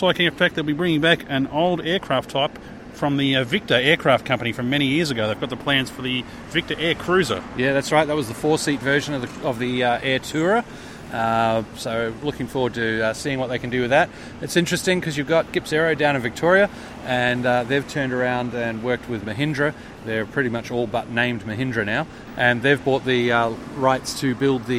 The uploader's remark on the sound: where else should they record the OzDesk than beside the bizjet ramp?